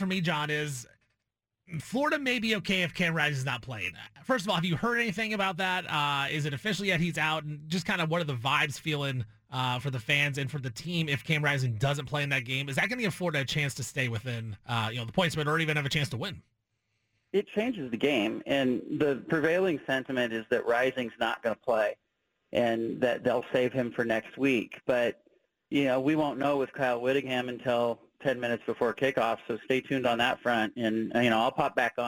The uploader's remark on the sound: Call-In from Salt Lake City